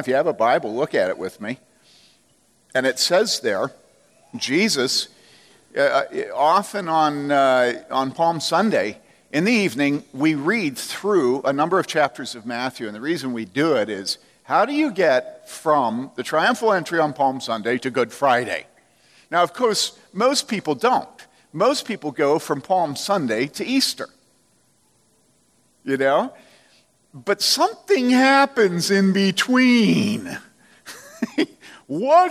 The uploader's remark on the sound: From the Summer 2015 Clearnote Conference.